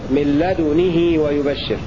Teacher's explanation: الدال ساكنة وضم الشفتين إشارة للإشمام وكسر النون والهاء مع صلتها بمقدار حركتين